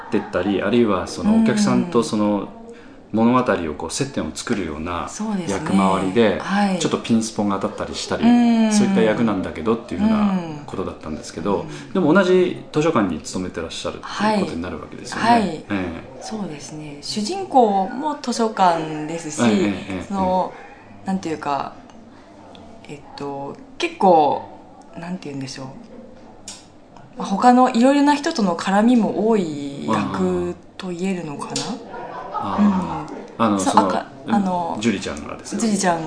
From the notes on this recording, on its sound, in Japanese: 第32回公演「ミスター・ムーンライト」の客演の方々との飲み会時に収録させていただきました録音です。